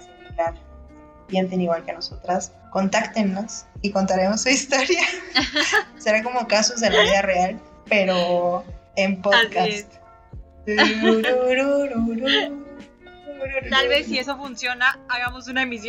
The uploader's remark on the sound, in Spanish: Entre fallas de audio, problemas técnicos y crisis existenciales nos animamos a subir nuestro primer episodio.